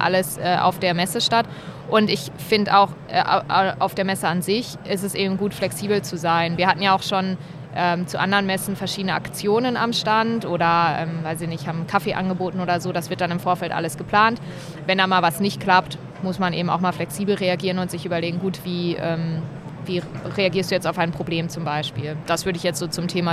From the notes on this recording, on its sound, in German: Live von der Didacta in Stuttgart.